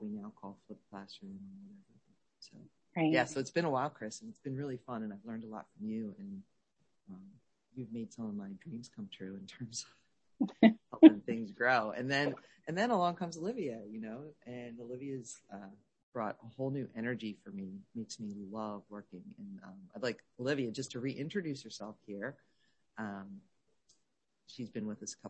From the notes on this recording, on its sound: My microphone was on low… it’s not your hearing.